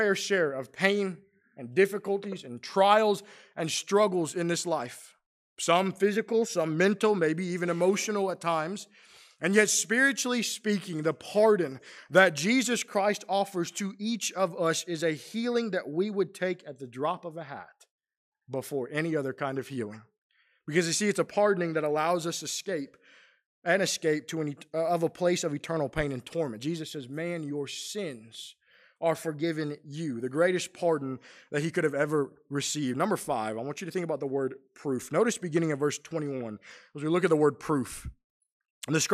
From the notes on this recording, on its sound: Preached during the PM worship service on at the Roanoke CofC